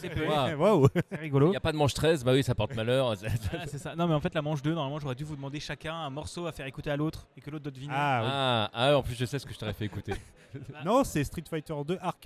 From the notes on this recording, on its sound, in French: Enregistrement pirate à PodRennes 2023. À PodRennes 2023 pour enregistrer un peu dans un coin ce nouvel épisode de Blind Test!